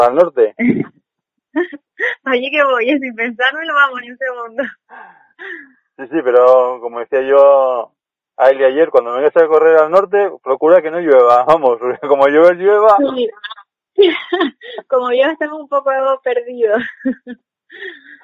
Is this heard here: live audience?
no